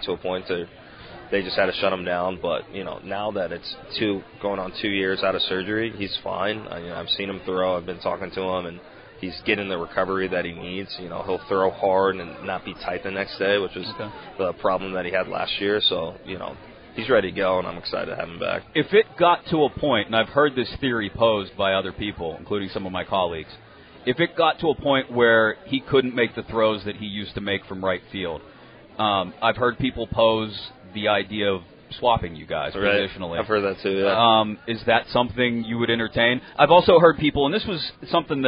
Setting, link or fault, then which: setting, busy venue